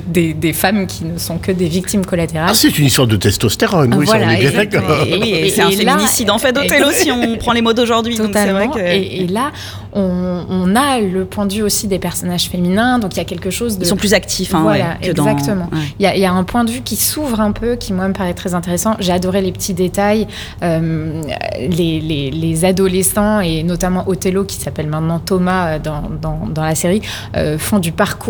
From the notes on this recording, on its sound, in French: L’ACS s’est mobilisée à Marseille cette année pour la nouvelle édition de Marseille Series Stories. Dans ce numéro enregistré sur place.